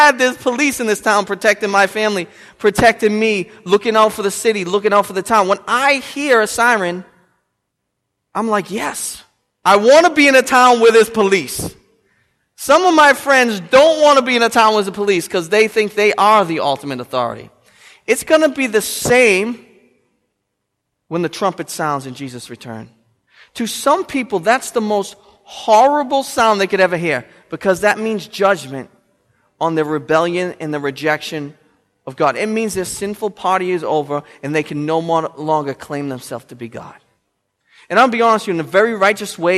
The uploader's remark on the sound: The sermon was preached on December 15th, 2013 at Restoration Road Church in Wakefield, Massachusetts.